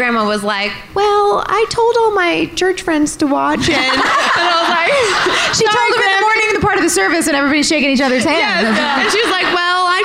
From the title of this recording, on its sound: LIVE IN PHILLY!